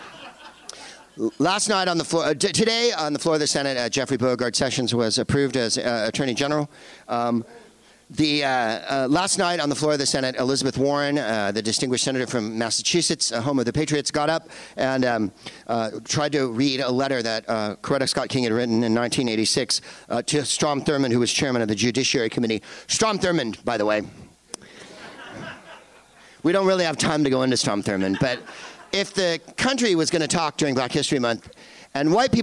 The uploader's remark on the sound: Live from the Improv in Irvine